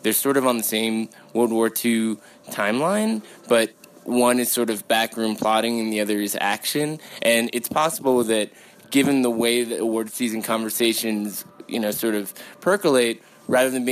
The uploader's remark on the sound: sit down at the Telluride Film Festival